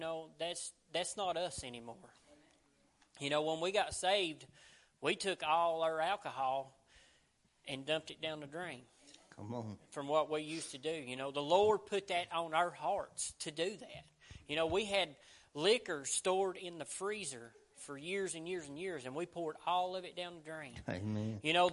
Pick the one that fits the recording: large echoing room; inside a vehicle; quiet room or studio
large echoing room